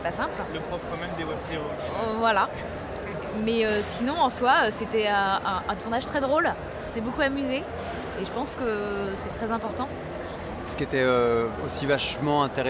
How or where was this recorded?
busy venue